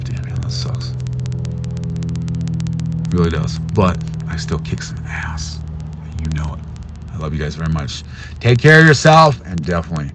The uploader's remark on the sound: poor Audio i’m sorry